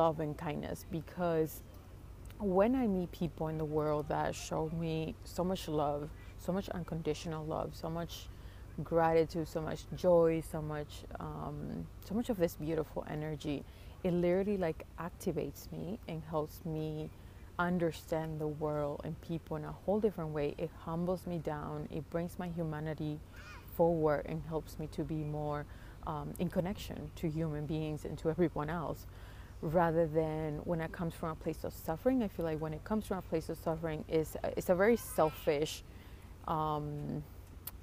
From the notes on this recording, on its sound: Today’s episode was a very spontaneous one I recorded while sitting by a tiny lake near my house.